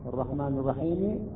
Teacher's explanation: هنا عندما وقفت على السكون أصبح عندي مد، يسمى المد العارض للسكون، المد العارض للسكون، يعني هي الرحمن الرحيم، الرحيم الميم ليست ساكنة، ولكن هنا عندما وقفت اضطرارا أصبحت الميم ساكنة